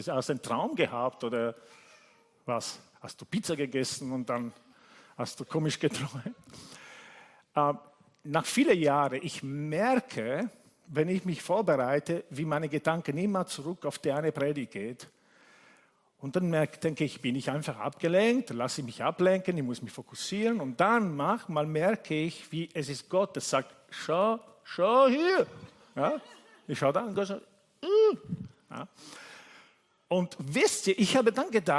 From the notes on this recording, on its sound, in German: Gottesdienst live aus der LIFE Church Wien.